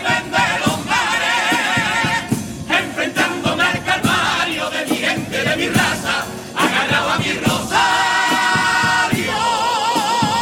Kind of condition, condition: setting, live audience